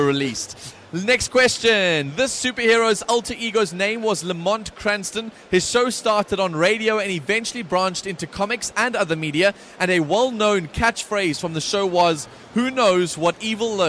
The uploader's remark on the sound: Goes up against one of the cosplayers at the Canal Walk Gaming Expo powered by BT Games & Good Hope FM.